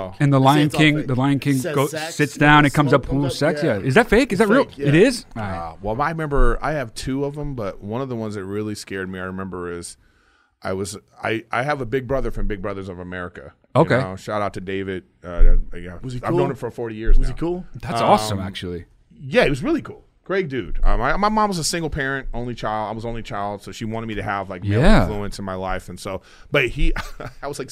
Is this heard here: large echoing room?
no